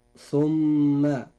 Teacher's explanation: حرف ثم نجد فيه حرف الميم وهو عليه شدة وفتحة. حرف الميم هذا يجب إظهار غنه بمقدار حركتين، فنقول هكذا: ثم، مرة أخرى: ثم.